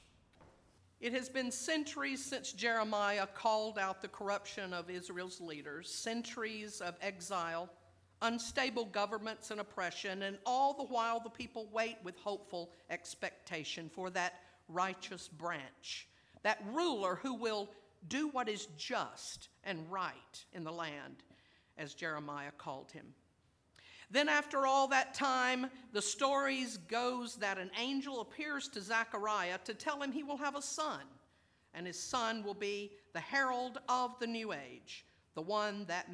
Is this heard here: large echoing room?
yes